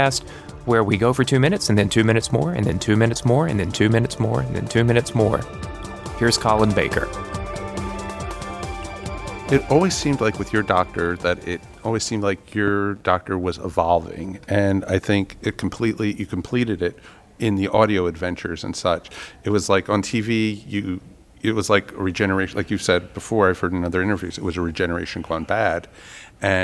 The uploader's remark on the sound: recorded at TimeGate 2013 in Atlanta